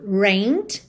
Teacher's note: No passado, rained, escreve rained, mas o E não é pronunciado, tá? Então você vai direto do N pro D. Rained, mas você não pode dizer simplesmente rained.